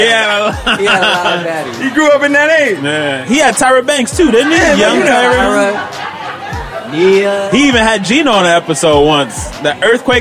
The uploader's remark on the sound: LIVE RECORDING. WE ARE LIVE, BABY!!! The Cubby Cast takes some time to dedicate our perspectives & livelihood to our audience, in person.